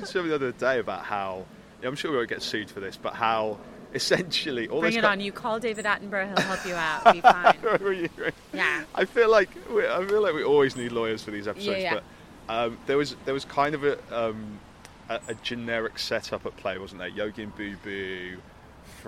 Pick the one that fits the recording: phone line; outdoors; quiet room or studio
outdoors